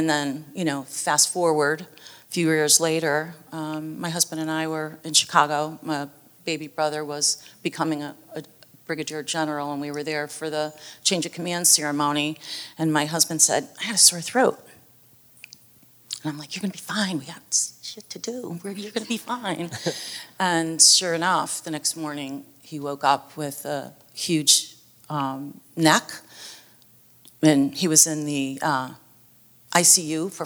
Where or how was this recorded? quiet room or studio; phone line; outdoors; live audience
live audience